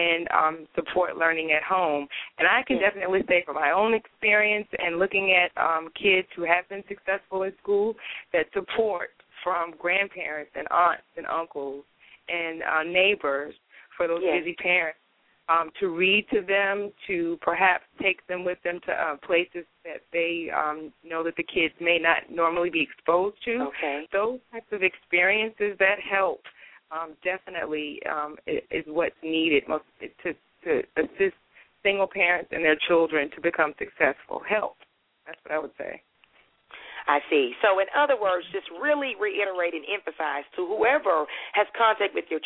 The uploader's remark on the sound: will be taking live callers throughout the show